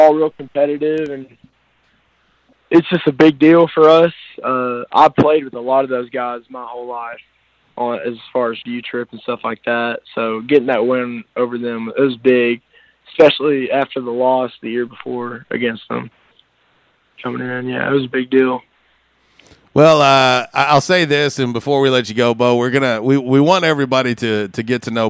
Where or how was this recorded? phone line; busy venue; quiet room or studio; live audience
phone line